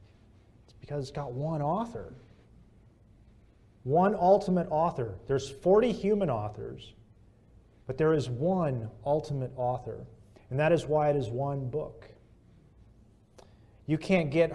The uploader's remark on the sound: This message was preached at Bethel Community Church, Sarasota, FL